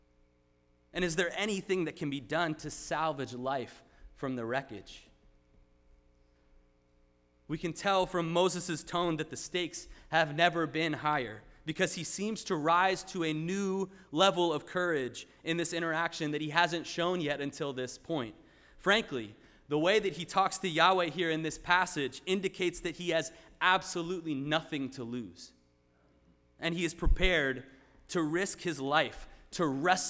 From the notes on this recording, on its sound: Sermon preached at RCHP on October 22, 2023.